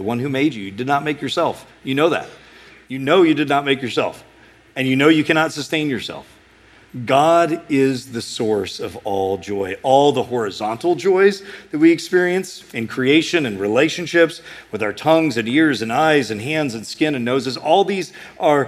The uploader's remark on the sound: A sermon preached at Sojourn East